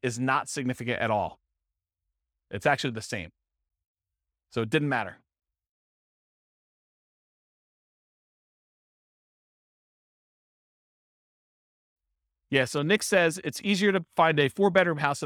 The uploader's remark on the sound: This was a live class recorded